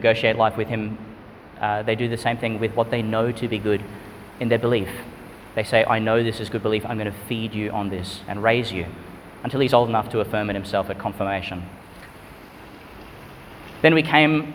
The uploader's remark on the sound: delivered at Sacred Heart Church, Yeppoon, Qld.